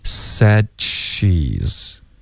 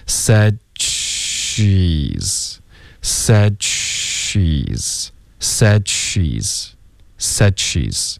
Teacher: said 的的音我们得省略那省略的方式呢舌尖得顶上颚 said 导致一个干脆的停顿舌尖顶上颚就封住气流了对吧 she said 好从这个嘴型你舌尖顶上颚接着发一个 she 的时候呢你就会自然而然爆一点这个 ch 的音听一下 said she's 你有没有听到开头有一点 ch 的这个音去哪儿的 ch 然后从这个 ch 爆完后呢进入到一个 sh